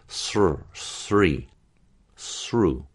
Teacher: That long tail in the International Phonetic Alphabet means curling back, retroflex. So tongue curling back on the R. And there's a little tail on the R, the S too, to a certain degree, sr, sri, sru.